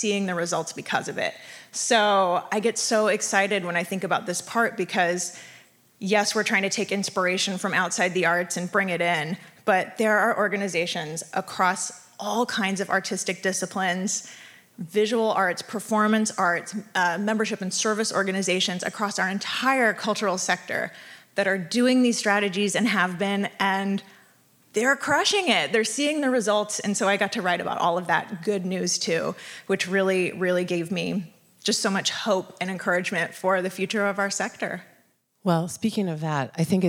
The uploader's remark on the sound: a live show we recorded just last night at the book launch party here in San Francisco